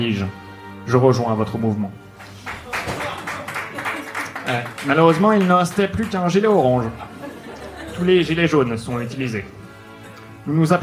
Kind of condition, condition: setting, live audience